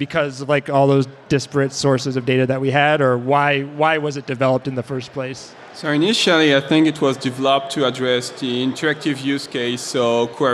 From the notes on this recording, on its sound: At F8 2019. Live broadcast from San Jose.